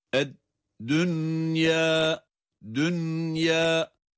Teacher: nunu izhar ile okuyoruz. Ya'yı da med ile telaffuz ediyoruz.